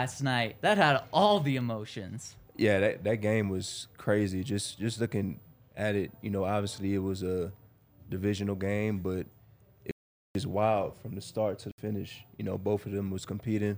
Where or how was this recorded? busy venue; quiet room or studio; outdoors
busy venue